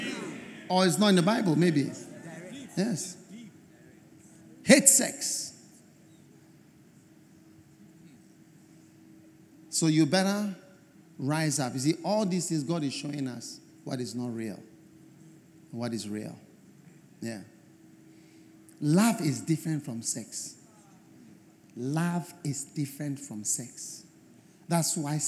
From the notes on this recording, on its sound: Preached At The First Love Centre, Accra, Ghana